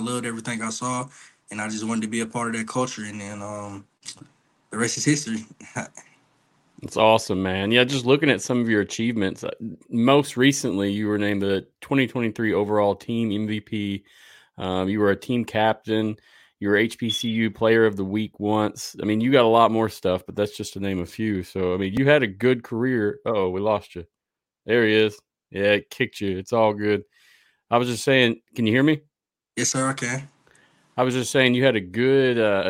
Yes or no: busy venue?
no